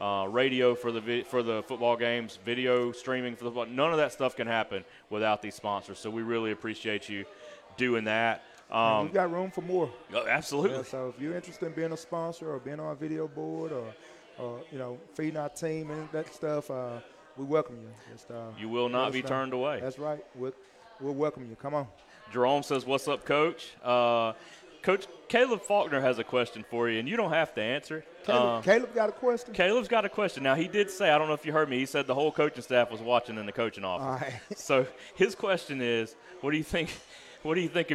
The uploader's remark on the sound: Live from Walk-On's Bistreaux &amp; Bar. Live from Walk-On's Bistreaux & Bar.